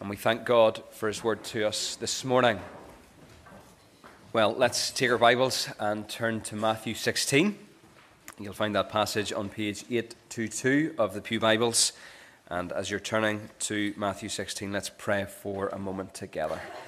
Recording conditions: large echoing room